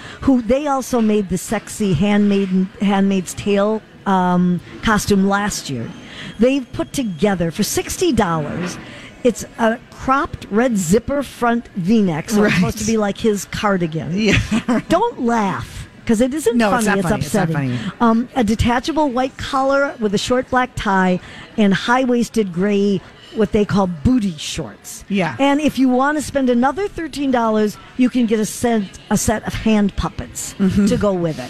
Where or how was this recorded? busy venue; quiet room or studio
busy venue